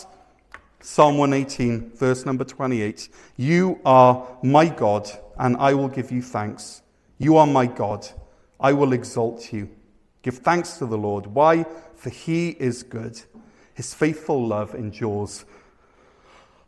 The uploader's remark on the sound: Weekly live worship service from Cornerstone Church, North Gower (Ontario)